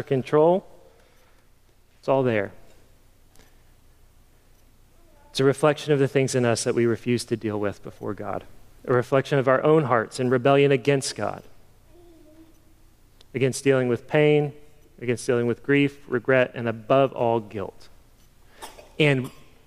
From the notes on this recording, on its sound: Sermon preached at the October 2022 meeting of Evangel Presbytery.